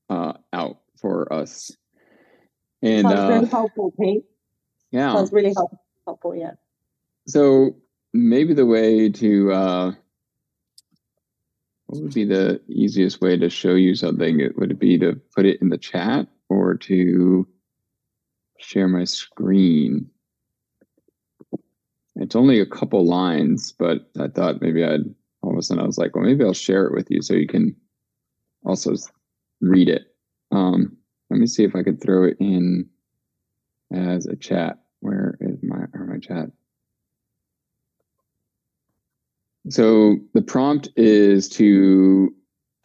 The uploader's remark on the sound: LIVE group call